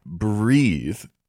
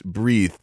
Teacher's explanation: she's actually performing breathe with an extra breath in the th · Shown in: second take · It's making a word that could sound very smooth, right?